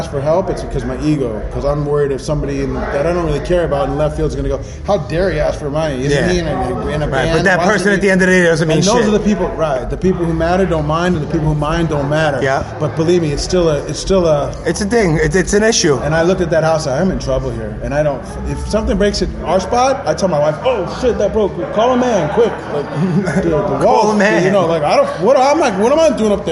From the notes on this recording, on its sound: Live from Philly. At The Voltage Lounge in Philadelphia.